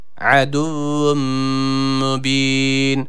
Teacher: Şeddeli olan vavı da birazcık tutuyoruz. Aduvvun kelimesinde ayn harfine dikkat ediyoruz, elif olarak okumuyoruz ve burada bir geçiş yapacağız. · Aduvvun yani sanki elif varmış gibi okunuyor bu harfimiz. Burada ayn harfi var. Boğazımızı burada sıkıyoruz.